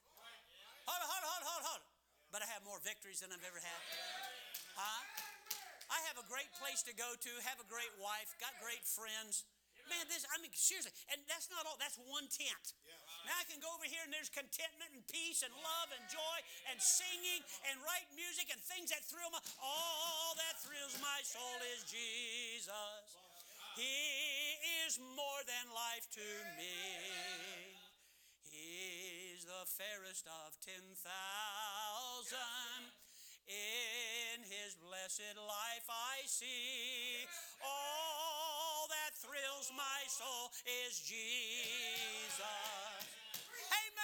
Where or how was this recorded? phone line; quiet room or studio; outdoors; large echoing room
large echoing room